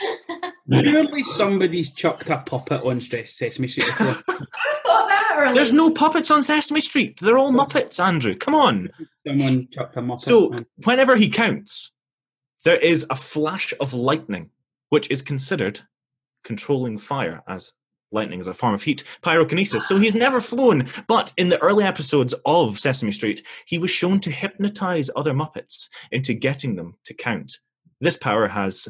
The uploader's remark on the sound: The Zoom season continues